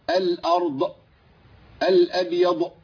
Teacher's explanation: ابين الضاد برخاوتها بدون هز